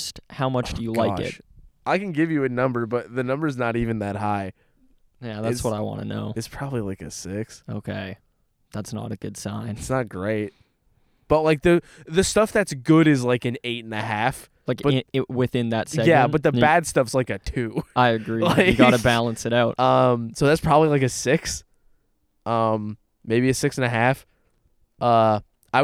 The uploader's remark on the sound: We're sitting outside for this one. With a beautiful view of the Ottawa River and autumnal colours in bloom, the boys sit out on a couch.